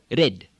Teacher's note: the tongue just assaults the gum ridge like it were making a D. · Term: one tap on the R